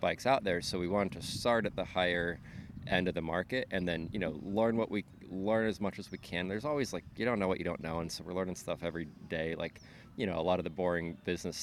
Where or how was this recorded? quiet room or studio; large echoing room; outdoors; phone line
outdoors